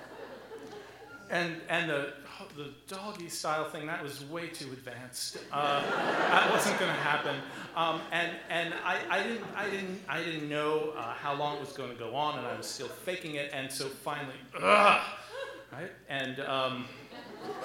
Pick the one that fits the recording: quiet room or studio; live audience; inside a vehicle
live audience